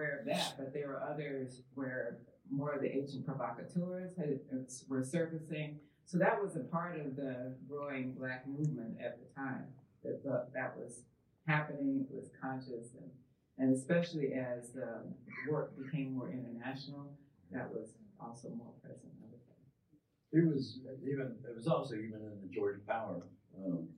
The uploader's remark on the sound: A panel recorded live at the fiftieth anniversary celebration of Southern Exposure magazine, held in March at the University of North Carolina Chapel Hill’s Wilson Library.